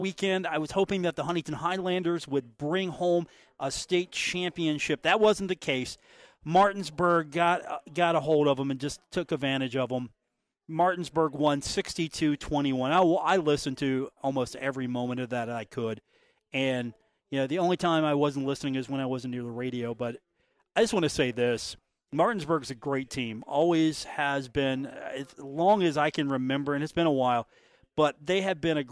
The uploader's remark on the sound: on location at The Union Pub and Grill for today's episode.